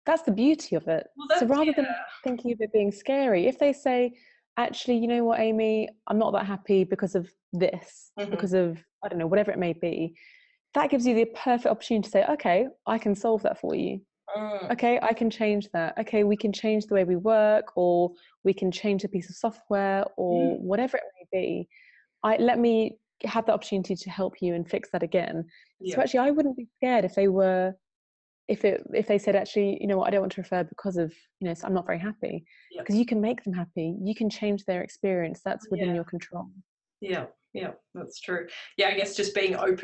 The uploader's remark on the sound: originally a recorded webinar